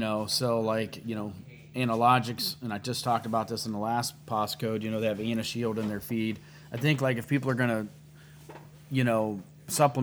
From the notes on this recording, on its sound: live at Miller's Gun and Supply in Sugarcreek, OH.